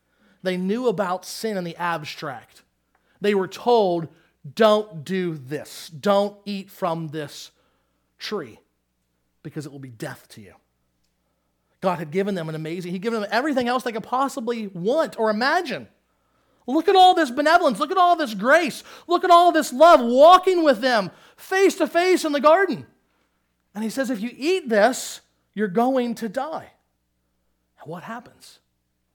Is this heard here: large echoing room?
yes